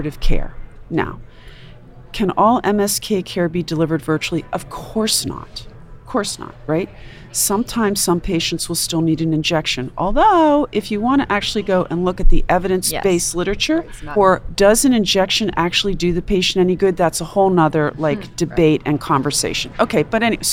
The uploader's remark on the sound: Recorded at the 2021 AAHKS Annual Meeting.